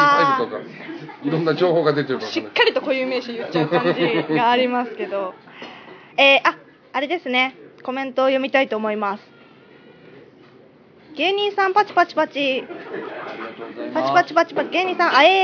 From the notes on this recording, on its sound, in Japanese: 鑑賞会での収録第2弾。